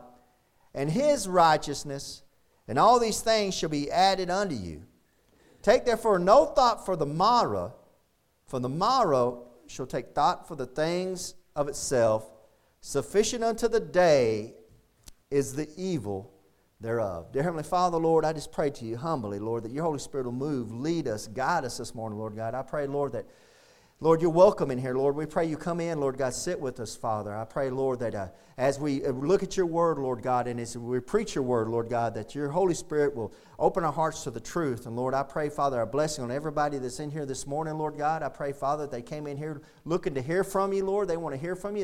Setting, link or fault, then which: setting, large echoing room